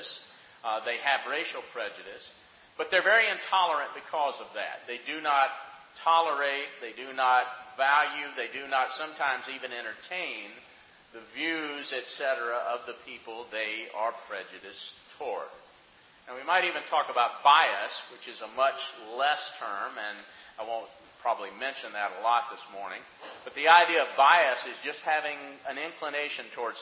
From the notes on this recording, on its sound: Questions from the audience